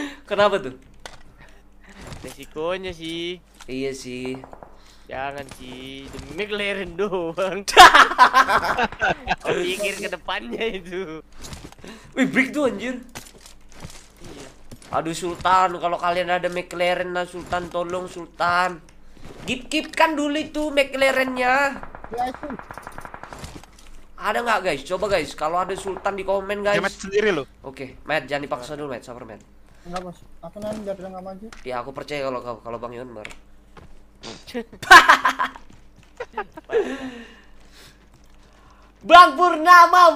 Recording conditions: inside a vehicle